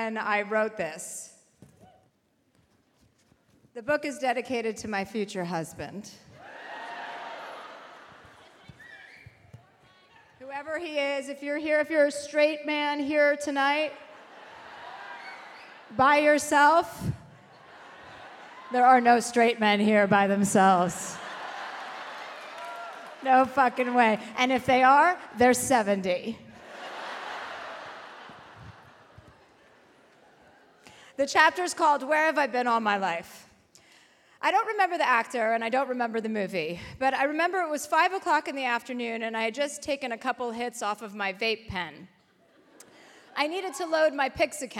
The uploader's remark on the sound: live in Dallas